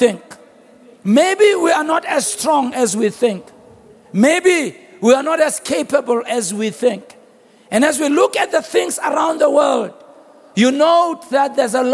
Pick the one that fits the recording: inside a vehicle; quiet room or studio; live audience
live audience